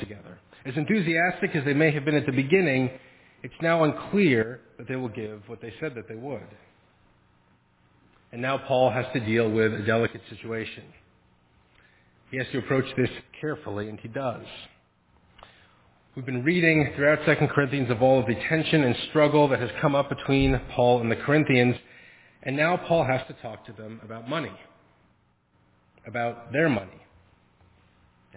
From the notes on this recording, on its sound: Faith Presbyterian Church – Evening Service